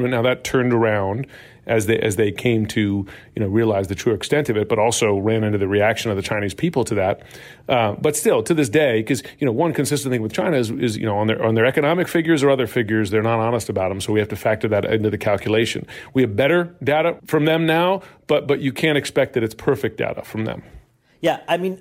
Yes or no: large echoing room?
no